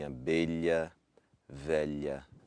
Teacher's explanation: We have L as in abelha, velha. And that's our LH, which is a palatalized L or a lateral L